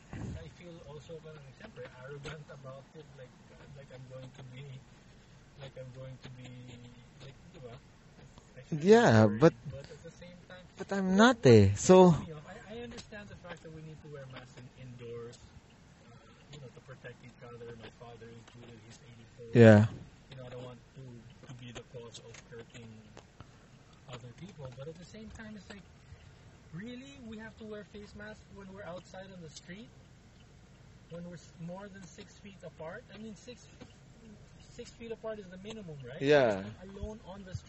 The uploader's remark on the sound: This was recorded in the car on the way and back.